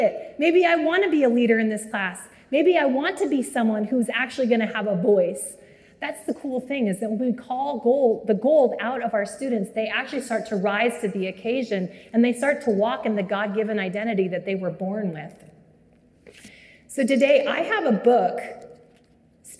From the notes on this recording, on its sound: Live from the annual Wichita Teacher's Prayer Breakfast (Jan 21, 2023)